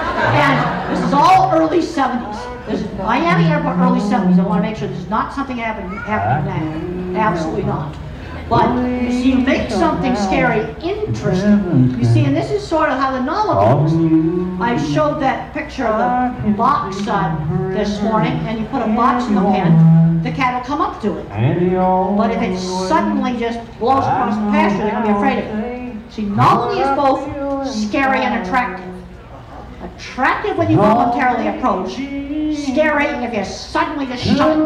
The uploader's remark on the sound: The interview was done at the Homestead Festival